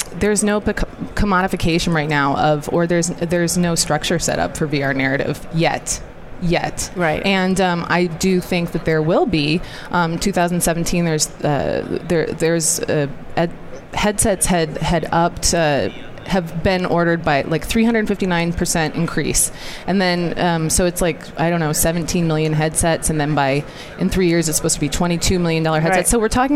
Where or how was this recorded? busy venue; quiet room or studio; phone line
busy venue